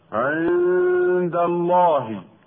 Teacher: عند الله لام لفظ الجلالة تفخم من أجل فتح ما قبلها